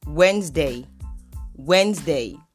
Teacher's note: You only pronounce the second D. The first D is silent in the word. And for the S, you sound it as Z.